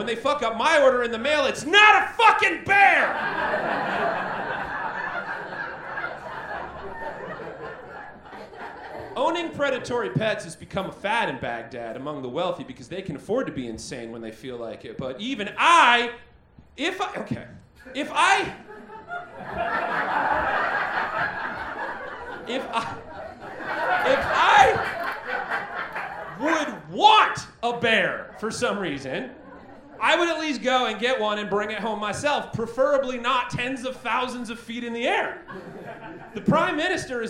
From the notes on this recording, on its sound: Recorded LIVE at Chicago’s Historic Green Mill Lounge on August 19th 2023